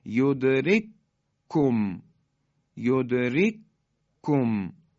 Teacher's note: یا یدرککم، کاف اولی ساکنه، دومی متحرک، یدرککم، حالا این دوتا کاف در هم ادغام میشن